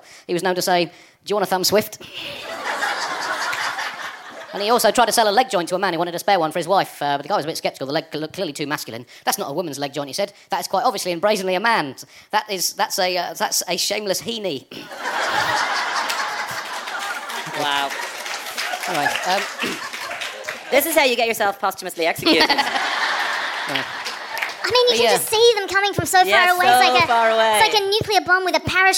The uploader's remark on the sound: Recorded live at the Sugar Club in Dublin – part of our UK tour and the Dublin Podcast Festival.